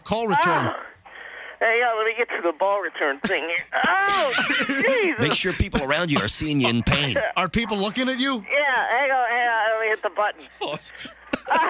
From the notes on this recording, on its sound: Prank Phone Calls